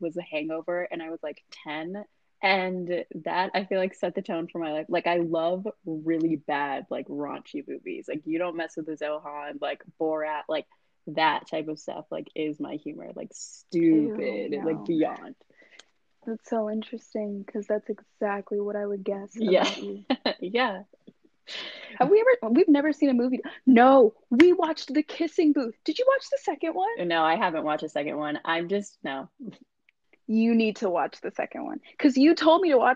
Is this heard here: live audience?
no